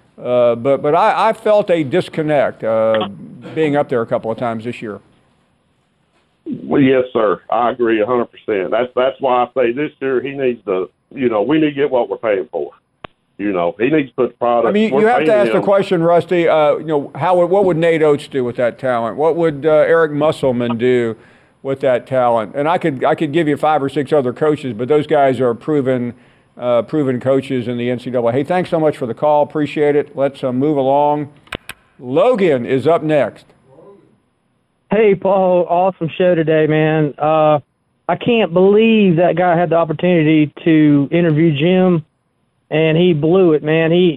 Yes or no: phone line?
yes